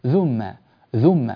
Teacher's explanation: ثم الثاء بدفع اللهجة تتحول معك إلى ذال